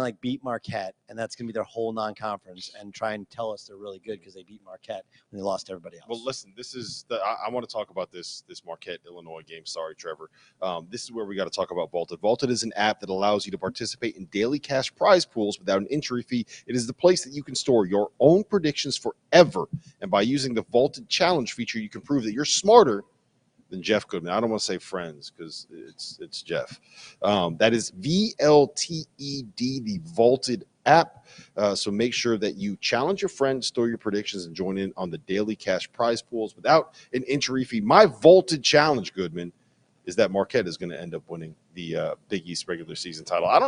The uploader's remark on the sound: LIVE from the Champions Classic in Chicago!